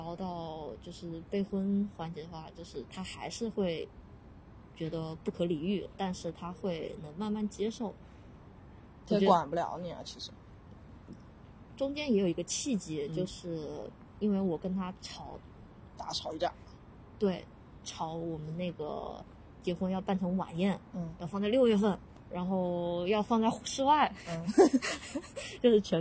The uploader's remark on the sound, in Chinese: 因为户外录制的这期，请注意很有可能听到风声车声人生狗叫各种杂音，调音新手的降噪处理不是很成功还请见谅。